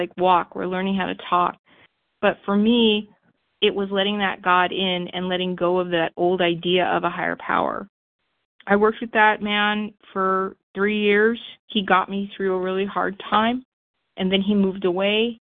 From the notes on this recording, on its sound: Phone Meeting, 12/1/23.